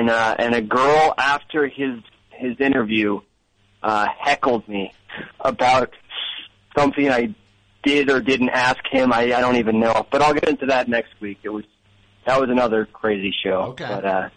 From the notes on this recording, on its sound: Recorded immediately after the August 30th, 2016 program. Completely unscreened phone calls moving at a rapid fire pace!